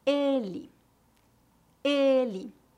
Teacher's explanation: A letra E em final de palavras é comumente pronunciada como um I fraco.